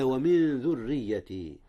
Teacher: أخفي نون من قبل الذال، والذال من حروف الإخفاء